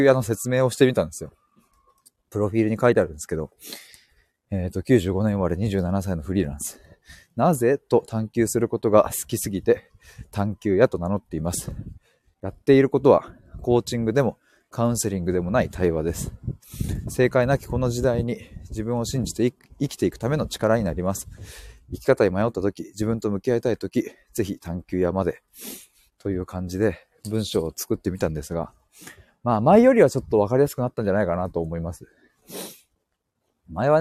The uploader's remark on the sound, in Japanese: 歩きながら。LIVE。